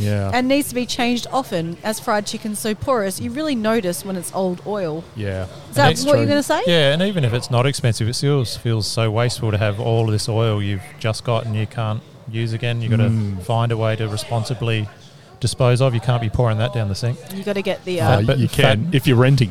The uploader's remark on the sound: LIVE from the Courtyard at the TA Hotel in Mitcham. Plenty of live listener feedback and general social media.